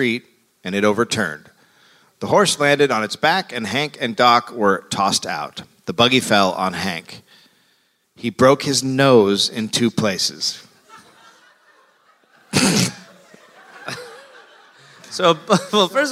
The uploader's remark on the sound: Live in Portland